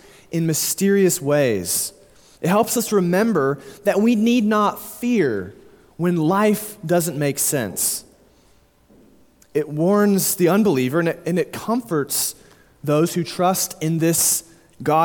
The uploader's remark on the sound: Sermon delivered at Immanuel Baptist Church in Springdale, AR on October 9, 2022